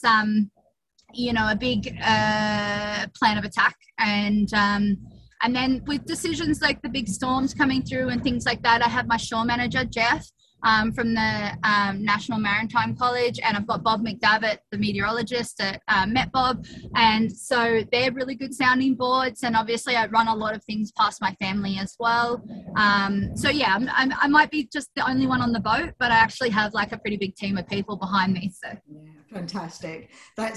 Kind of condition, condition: link, video call